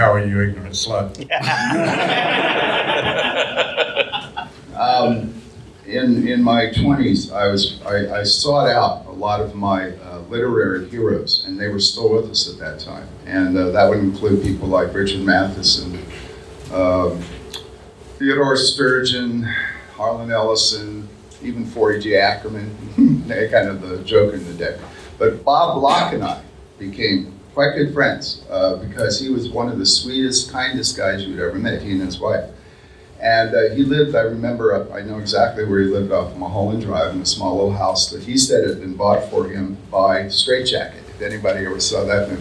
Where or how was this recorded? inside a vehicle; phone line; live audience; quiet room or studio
live audience